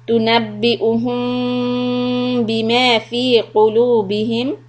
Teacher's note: So hold it, two harakat, lips lightly on top of each other. · Term: إخفاء شفوي